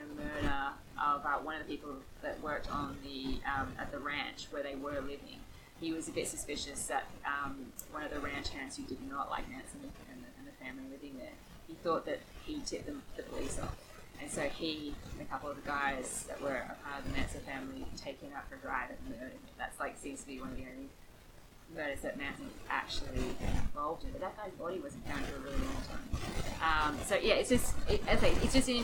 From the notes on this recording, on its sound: Advance apologies for the variable audio quality on this one!